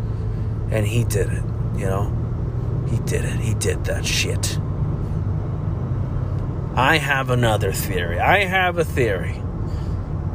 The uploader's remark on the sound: While driving to get my nose f**ked, to know if I got the pandemic juice.